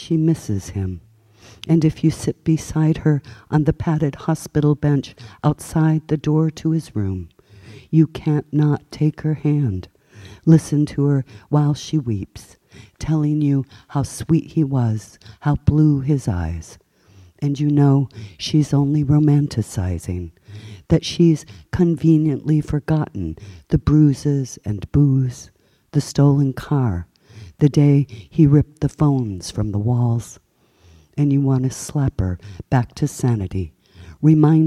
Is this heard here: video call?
no